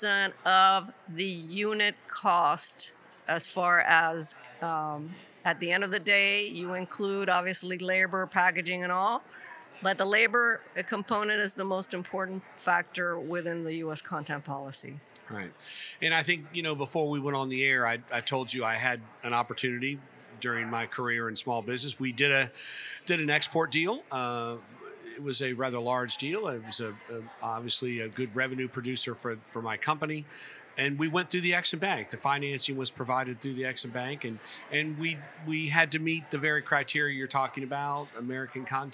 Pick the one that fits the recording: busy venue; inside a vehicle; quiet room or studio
busy venue